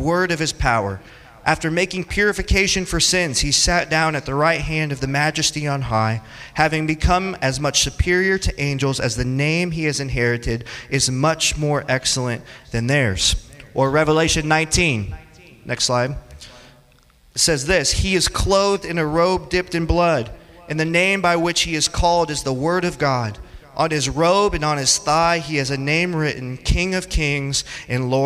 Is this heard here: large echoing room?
yes